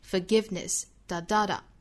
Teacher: 因为这个词是三音节的词，重读是在第二个音节上